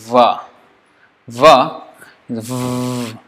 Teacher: But you are stopping it. It's like the teeth, the top teeth is touching the bottom lip. So, it is stop kind of, but there is slight allowance of air to go out, the sound to go out.